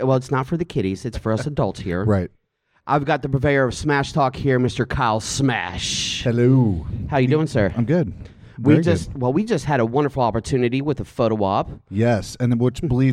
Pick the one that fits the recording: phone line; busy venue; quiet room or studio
busy venue